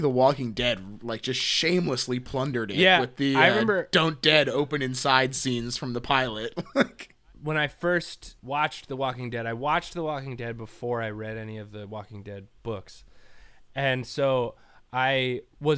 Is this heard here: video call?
no